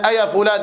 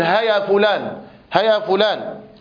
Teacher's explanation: فيجوز إبدال الهمزة هاء، وذلك لما بينهما من القرب